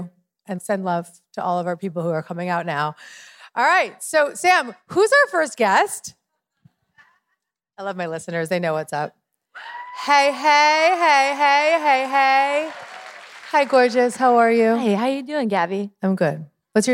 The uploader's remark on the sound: Q&A from my first Dear … Live.